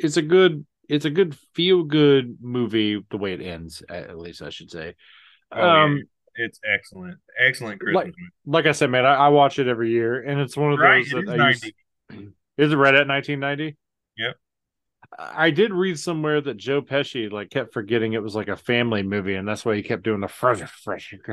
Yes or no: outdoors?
no